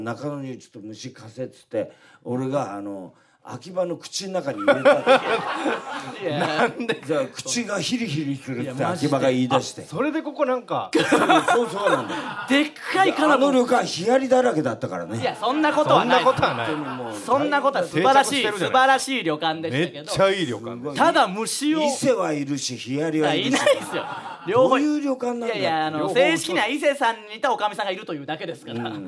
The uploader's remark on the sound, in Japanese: リスナーの前で、TBSラジオのスタジオ内にて公開収録